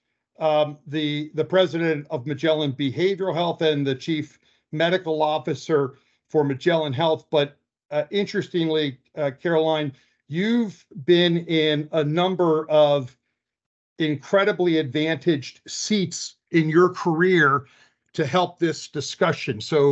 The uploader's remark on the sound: In this special recording of a live Canton Pulse webinar.